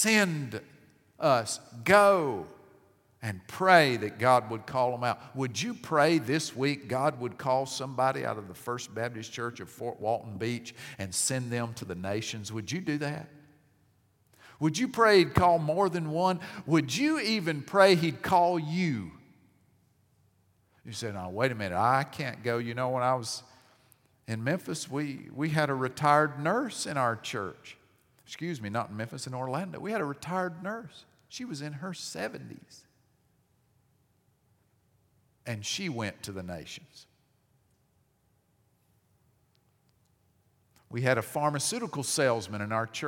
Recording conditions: large echoing room